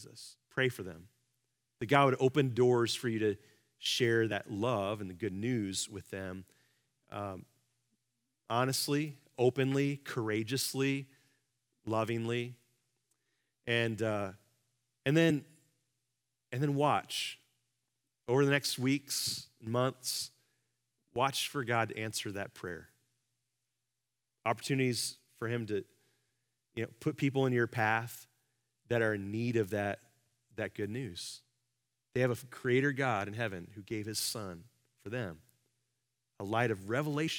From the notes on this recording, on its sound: Live from our Celebration Ministry Center